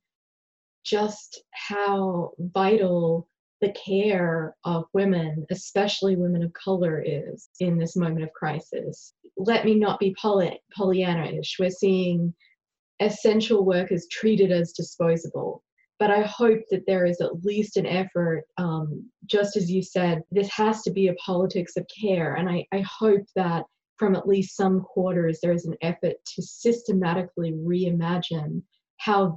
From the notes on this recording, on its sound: A virtual conversation over Zoom.